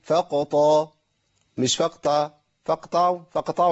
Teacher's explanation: القاف مقلقلة والطاء عندي حرف مفخم في أعلى مراتبه